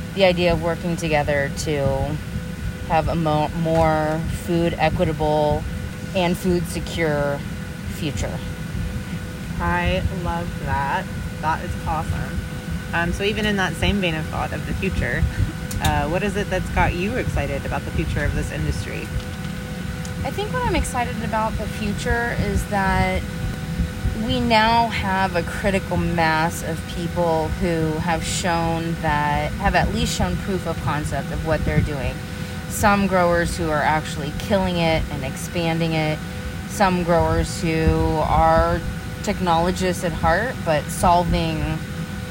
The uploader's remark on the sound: Last week we attended Indoor Ag Con in Las Vegas, with more than 800 people in attendance. We got the chance to catch up with a few of them on the expo floor.